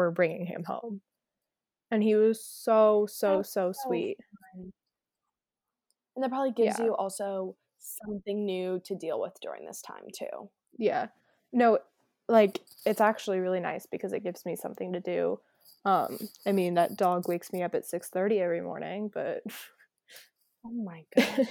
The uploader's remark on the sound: Due to unfortunate circumstances, we are unable to be together to record so we did our best to link up using a program to record from different locations. We apologize for any audio delays or issues.